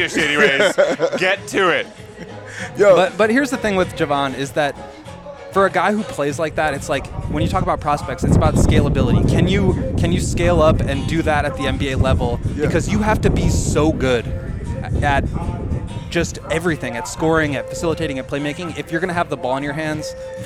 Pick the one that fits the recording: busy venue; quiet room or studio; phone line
busy venue